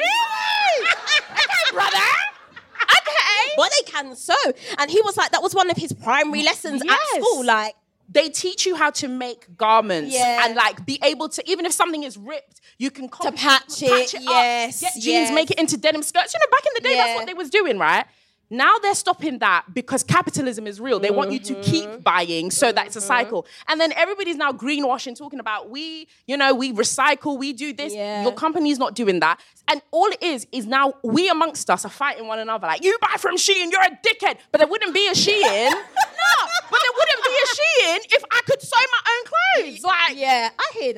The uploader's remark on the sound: The live episode that was recorded when the cousins gathered at the Soho Theatre, for the first ever Closet Confessions LIVE! In front of a packed audience, before turning it over to the crowd for some mass messiness and group healing.